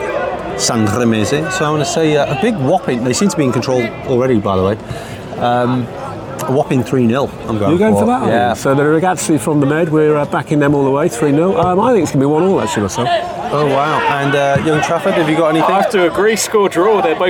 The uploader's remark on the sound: Sanremese 0 Chieri 0 was recorded at the Stadio Communale on Sunday 10 December 2023.